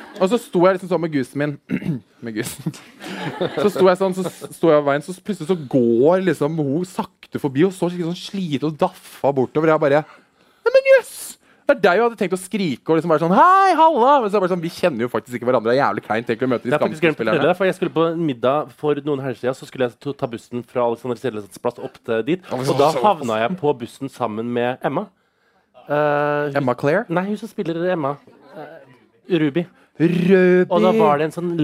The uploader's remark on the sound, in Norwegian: Livepodcast på Hvaskjer i Oslo. God stemning.